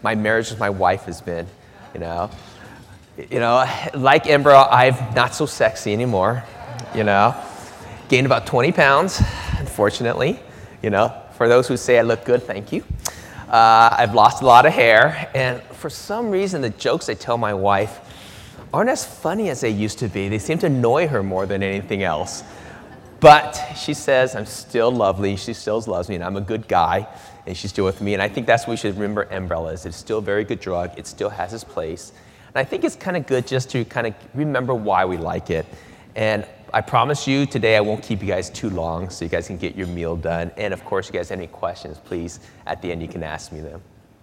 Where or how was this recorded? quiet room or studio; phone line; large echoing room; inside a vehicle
large echoing room